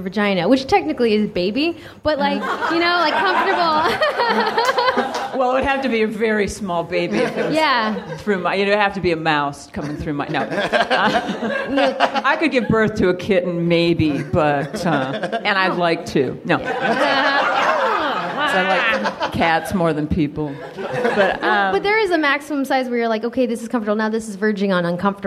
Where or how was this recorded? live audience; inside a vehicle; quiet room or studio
live audience